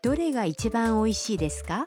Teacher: Tambahkan desu ka di akhir kalimat dengan menaikkan intonasinya agar menjadi sebuah pertanyaan.